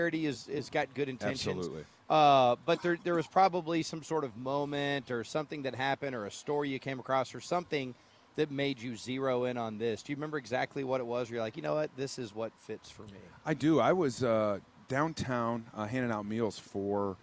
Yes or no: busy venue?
yes